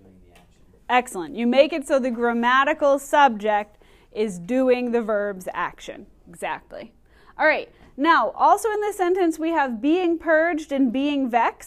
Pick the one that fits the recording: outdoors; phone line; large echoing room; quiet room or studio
large echoing room